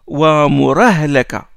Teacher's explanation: le transfert de la haraka de la hamza à la lettre qui la précède. À la base, wa'mur, mur, sukun, et puis ahlaka. · Term: naql